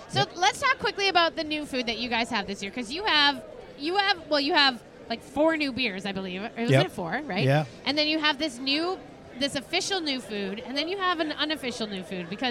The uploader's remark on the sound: Live from LuLu's Public House Patio